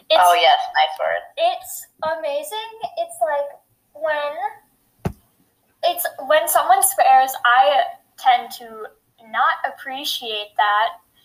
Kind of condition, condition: fault, poor sound quality